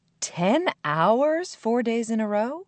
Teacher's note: the interviewer stressed the words 10 hours to indicate that she wasn't sure she understood that information and needed clarification · When a speaker is not sure that he or she has correctly understood something, the speaker will repeat what he or she has just heard and stress the word or words that are confusing. She or he will use a rising intonation as a way of asking for clarification. · Term: strong stress